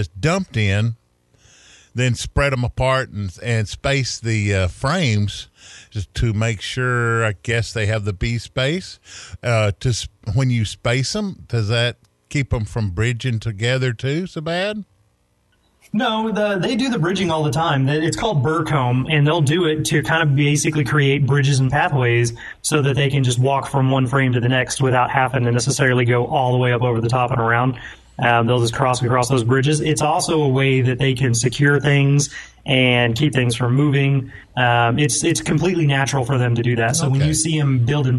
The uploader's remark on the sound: The guys are forced to do their first ever episode via Teleconference and they aren't so sure they like it all that much. Despite all the crazy COVID19 restrictions and hurdles.